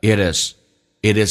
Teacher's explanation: 第一个 It is 有一个连音 T 说话成 D